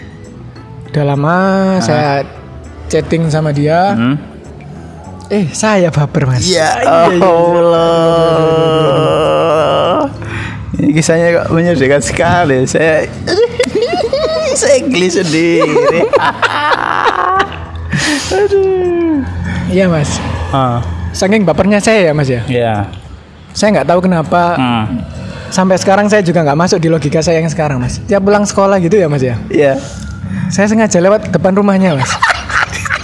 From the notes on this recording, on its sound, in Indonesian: Episode ini kami kembali lagi rekaman di pinggir jalan